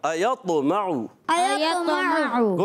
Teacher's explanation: ایطمع میں طا کو آپ نے پر بھی رکھنا ہے، قلقلہ بھی